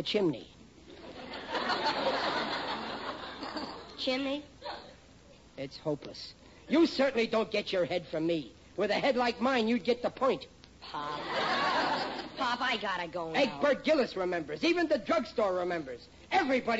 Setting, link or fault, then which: setting, live audience